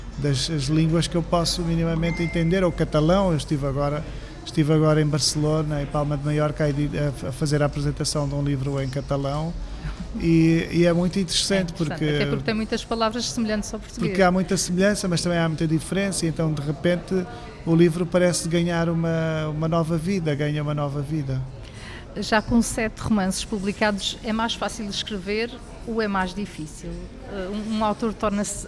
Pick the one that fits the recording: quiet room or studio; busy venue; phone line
busy venue